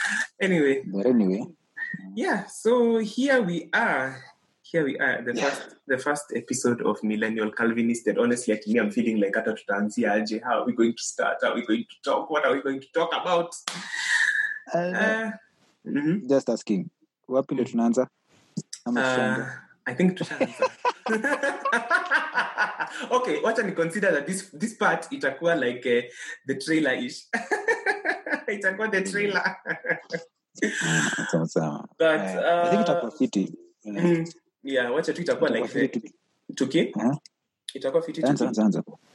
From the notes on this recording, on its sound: We are newbies to the podcasting sphere, so apologies in advance for any technical hitches that may pop up.